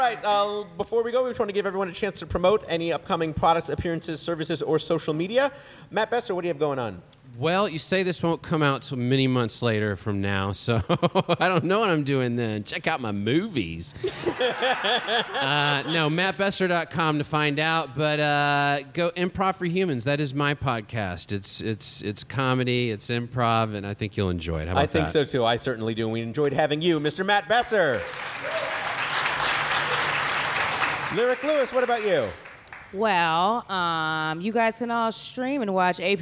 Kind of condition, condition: setting, busy venue